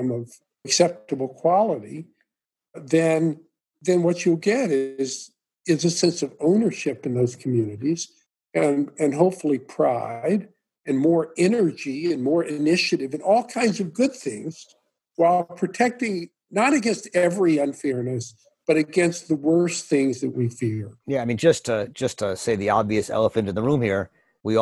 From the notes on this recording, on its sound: Zoom conversation